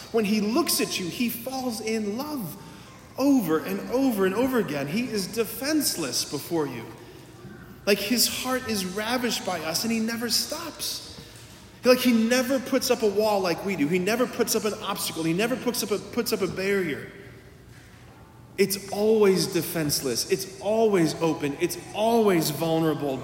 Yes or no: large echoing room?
yes